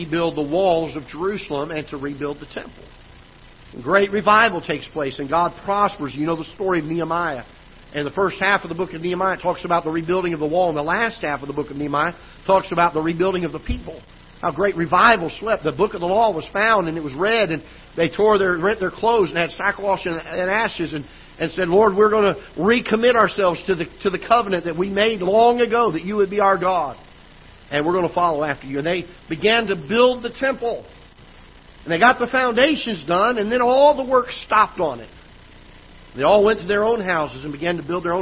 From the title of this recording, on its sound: Ketha Heights Baptist Church ~ Live Broadcast